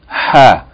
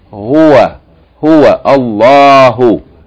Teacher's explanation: It's articulated from the throat. It's from the letters of the throat. · Shown in: first take · Term: throat letters